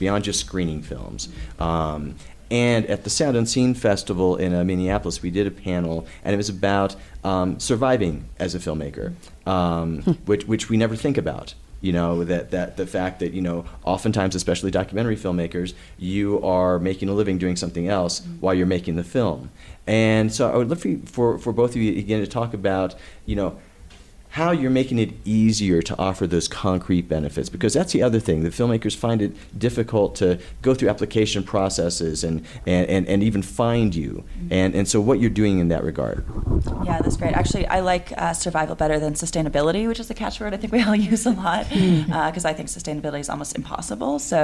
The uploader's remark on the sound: We thought we'd share a conversation we had back at the Sundance Film Festival with a few folks from SF Film.